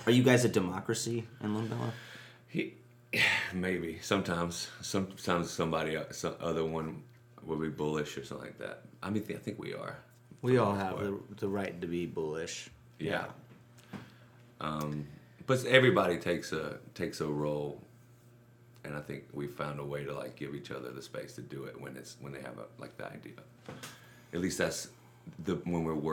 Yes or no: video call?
no